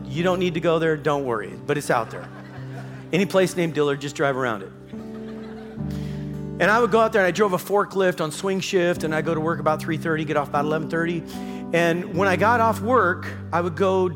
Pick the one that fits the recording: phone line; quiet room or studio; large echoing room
large echoing room